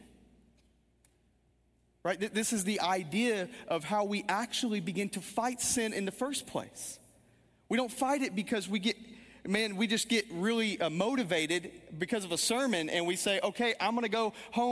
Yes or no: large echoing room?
yes